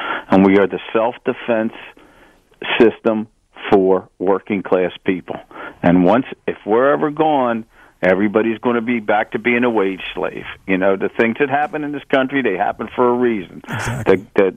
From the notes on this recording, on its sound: Saturday Night Live With Philly Labor. A special listener call in hour.